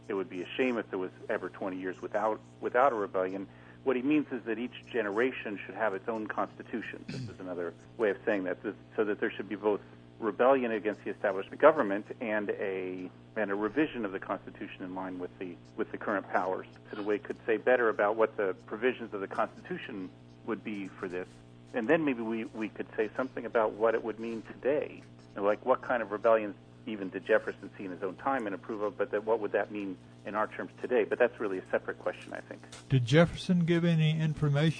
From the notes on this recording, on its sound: joins the conversation by telephone